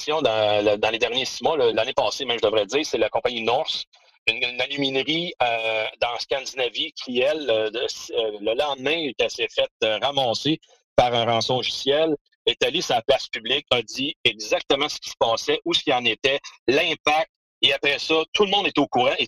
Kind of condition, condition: link, video call